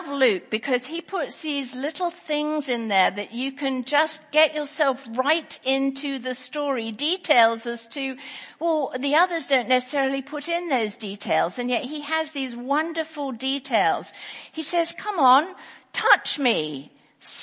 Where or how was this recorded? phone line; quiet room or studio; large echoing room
large echoing room